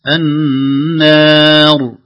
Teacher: النون رقيقة وبعدها المد كذلك مرقق